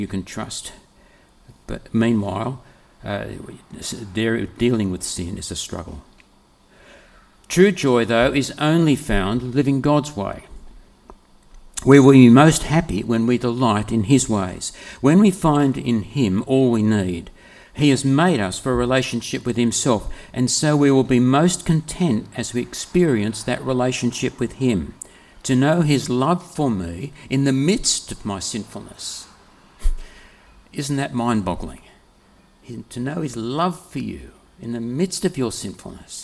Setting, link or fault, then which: setting, large echoing room